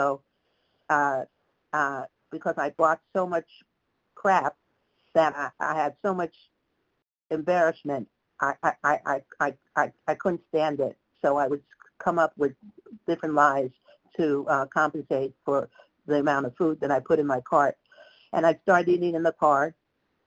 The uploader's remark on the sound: 100 Pounders Phone Meeting